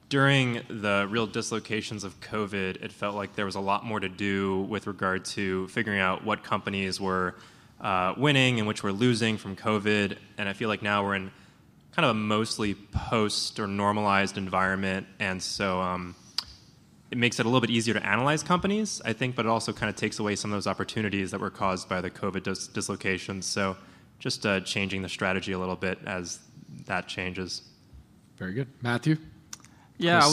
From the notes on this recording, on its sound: the Planet MicroCap Podcast: LIVE panel recording that we did at the Planet MicroCap Showcase 2023 at the Horseshoe Hotel & Casino in Las Vegas